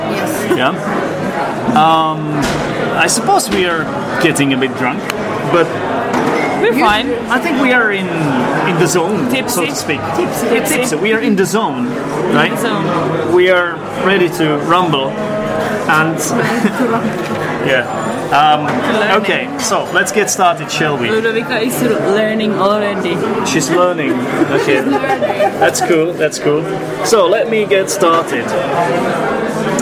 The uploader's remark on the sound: We were drinking alcohol during this episode. There is a lot of background noise.